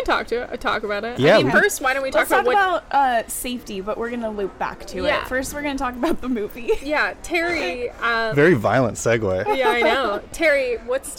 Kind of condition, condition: setting, busy venue